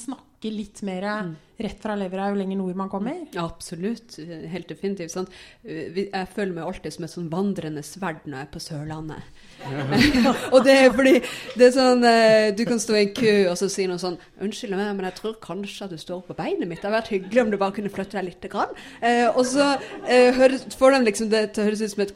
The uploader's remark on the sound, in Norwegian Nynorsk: Høyr Kammerset LIVE frå Litteraturhuset.